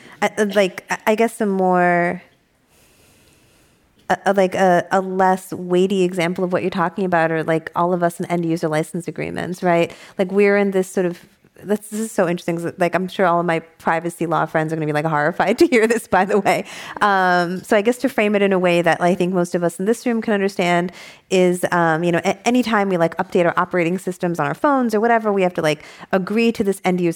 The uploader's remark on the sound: This program was recorded in front of a live audience at The Commonwealth Club of California in San Francisco on January 29th, 2020.